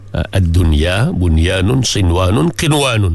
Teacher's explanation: nun mati bertemu dengan ya, nun mati bertemu dengan wa dalam satu kalimah, dia tidak dibaca dengan idgham, tapi dibaca dengan izhar. Dia panggil izhar mutlak.